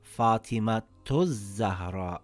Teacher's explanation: If I add this word here as zahra, it will read as fatimatuz zahra. So if I connect the word, it makes a ta sound, and if I don't connect the word, it makes a ha sound.